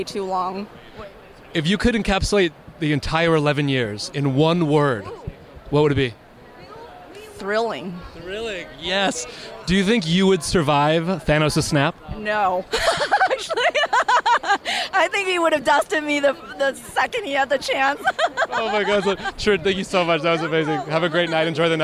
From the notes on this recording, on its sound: short interviews recorded live from the red carpet